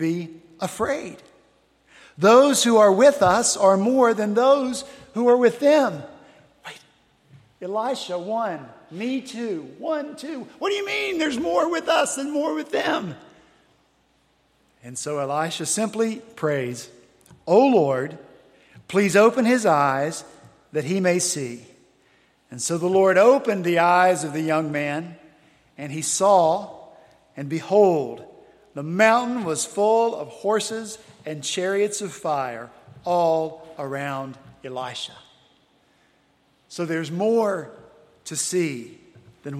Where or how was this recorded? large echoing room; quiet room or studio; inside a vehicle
large echoing room